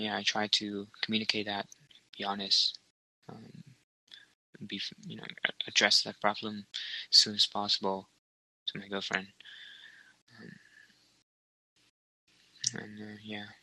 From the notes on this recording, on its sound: Some audio problem too, mostly mt internet connection.